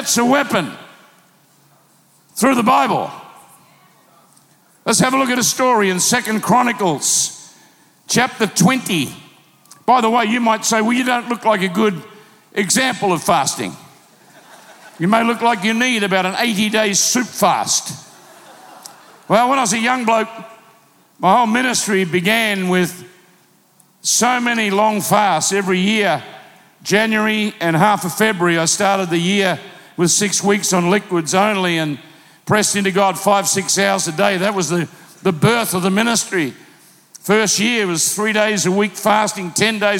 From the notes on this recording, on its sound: Recorded live at PlanetShakers Church.